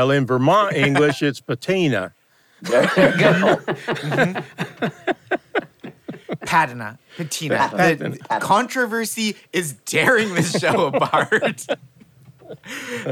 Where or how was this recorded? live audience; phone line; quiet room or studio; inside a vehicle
live audience